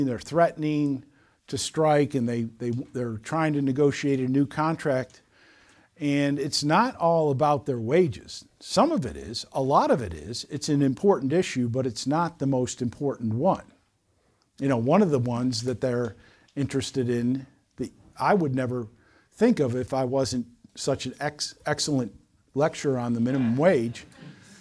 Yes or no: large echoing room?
yes